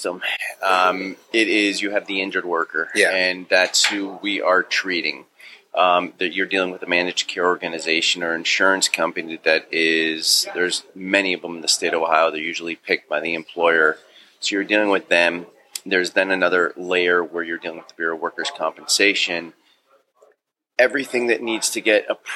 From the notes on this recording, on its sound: This episode of the Triple D Podcast was recorded at Davis Bakery & Delicatessen.